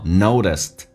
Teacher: T 在美式发音当中要被浊化